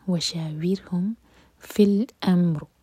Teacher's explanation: وشاورہم فی الامر اینڈ میں جو را ہے را کو ساکن کریں گے تو یہ را ہیوی ہوگا کیونکہ اس سے پہلے فتحہ ہے · Term: را ساکن ہیوی